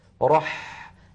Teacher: الحاء ساكنة وهي حرف رخو، إذن يجب أن يكون زمن الحاء مساويا لزمن بس، زمن السين التي تقدمت، لأنهما نظيران.